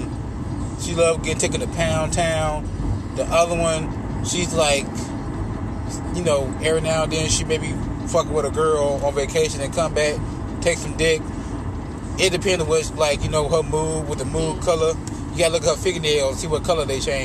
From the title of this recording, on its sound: Bonus episode in the car